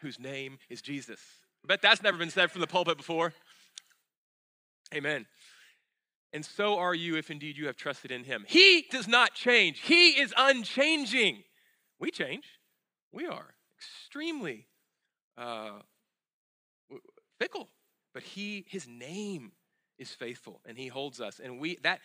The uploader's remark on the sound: at Sojourn Galleria Church on Sunday, April 8, 2018